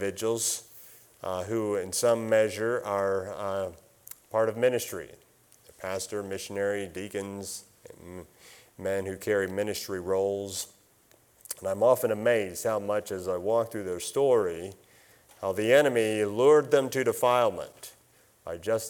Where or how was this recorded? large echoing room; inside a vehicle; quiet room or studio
large echoing room